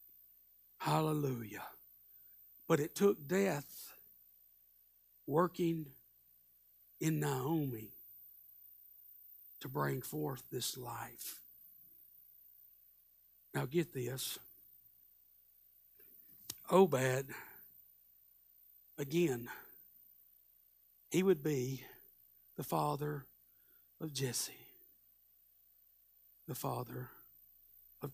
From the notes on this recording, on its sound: Live Sunday Morning Service